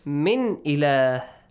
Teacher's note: The noon is normally pronounced. Yeah. No changes, no hiding, no merging. · Term: idhar